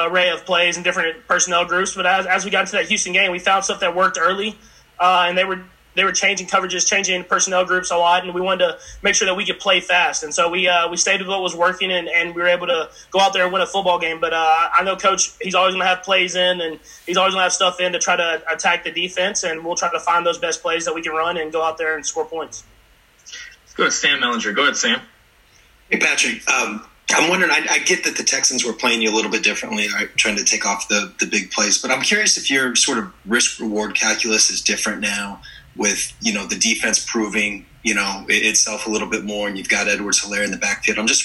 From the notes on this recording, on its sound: in a conference call with reporters